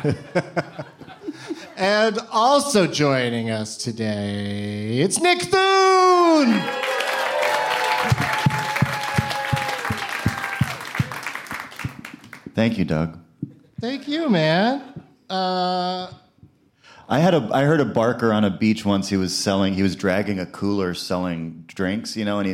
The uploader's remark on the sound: Live from the Esther’s Follies in Austin as part of SXSW